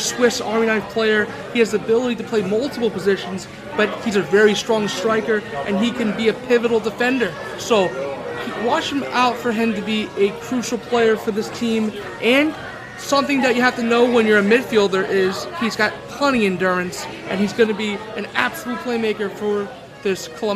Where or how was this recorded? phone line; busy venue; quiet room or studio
busy venue